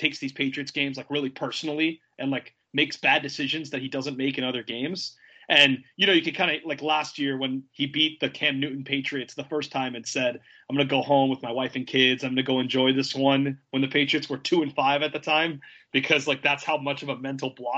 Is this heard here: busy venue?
no